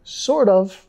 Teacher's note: Acá tenemos que vincular con la R suave